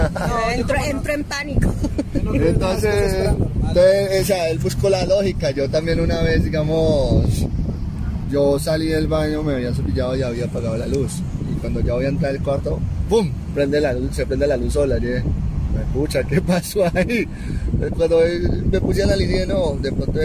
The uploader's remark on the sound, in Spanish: pido disculpas por unos cuantos ruiditos infiltrados y el sonido de la deliciosa brisa caleña que nos acompaño en este parche ya que la realizamos en el BOULEVARD DEL RIO.